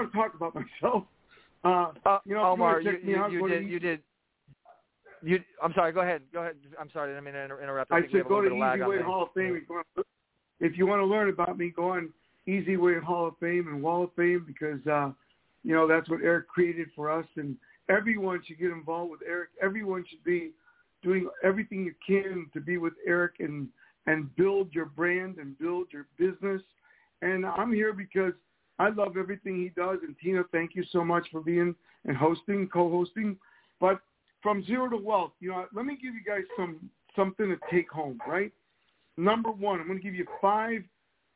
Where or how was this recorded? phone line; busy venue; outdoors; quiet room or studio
phone line